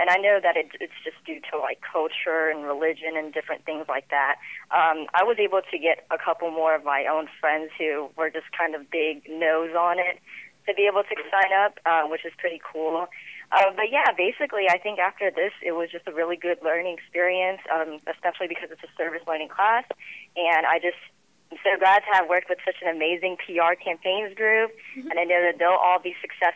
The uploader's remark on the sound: Past students also call in.